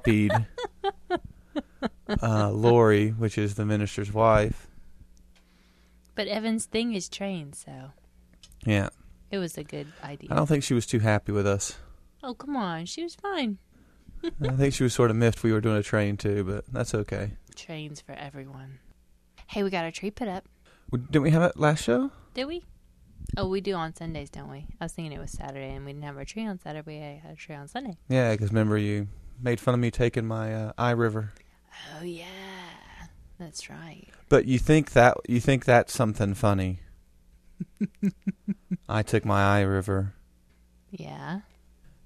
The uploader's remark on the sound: Sorry for the hum people.